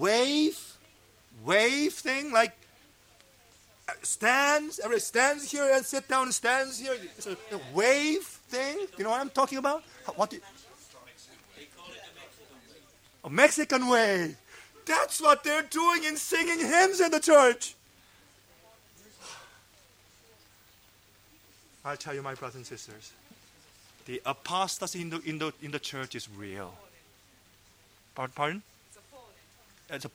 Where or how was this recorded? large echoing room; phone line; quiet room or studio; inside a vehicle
large echoing room